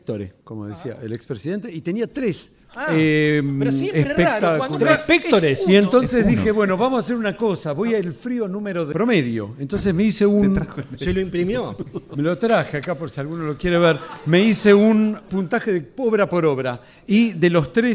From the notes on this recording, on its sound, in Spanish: En Vivo en el "Club Lucille". La grabación que realizamos en Vivo el 20 de Agosto del 2022 en el "Club Lucille".